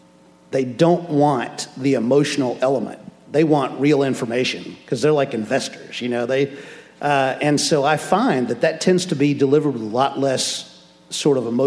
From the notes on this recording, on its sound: answers questions from the audience.